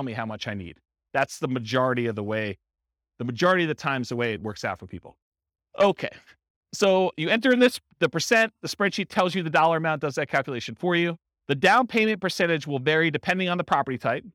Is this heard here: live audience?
yes